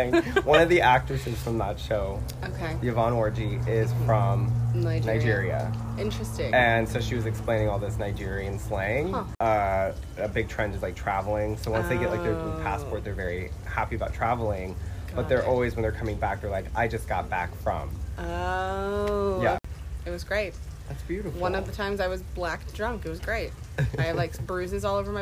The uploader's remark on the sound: enjoy the beautiful weather outdoors